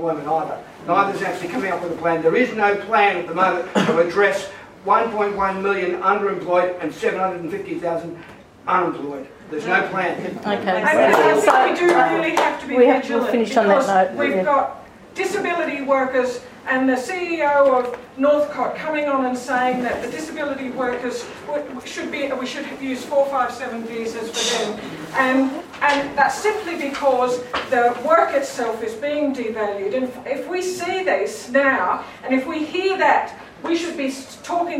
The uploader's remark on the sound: Politics in the Pub. (This is the full recording with all tracks.) There's also audience participation with a Q&A session. Blue Mountains Unions & Community (Blue Mountains Unions Council Inc).